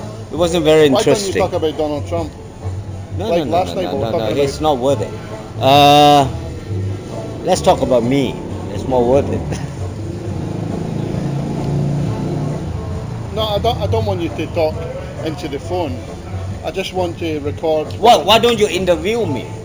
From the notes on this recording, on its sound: I am recording at the bar